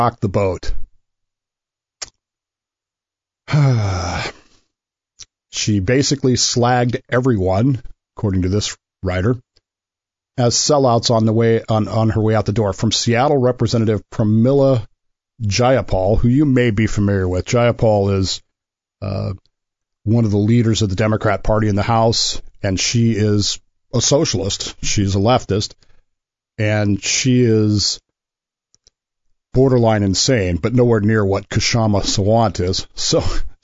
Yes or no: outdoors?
no